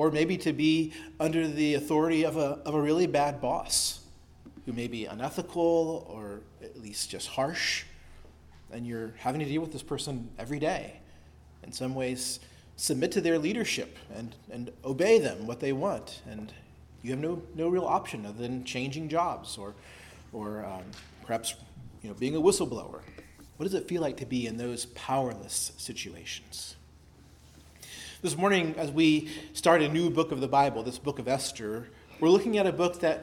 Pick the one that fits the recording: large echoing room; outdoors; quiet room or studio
large echoing room